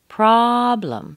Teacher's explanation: Blum, blum. So, pra is very long and strong. Blum is very weak. It's a weak syllable. Problem. Da da.